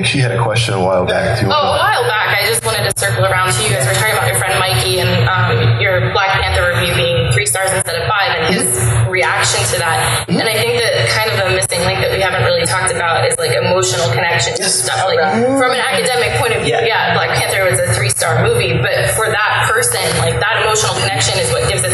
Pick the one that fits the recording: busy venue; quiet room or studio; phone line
busy venue